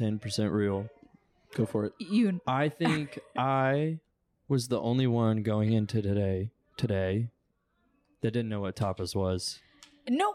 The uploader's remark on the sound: we record our first episode at the Annoyance Theater, Bar, Grill, and Conservatory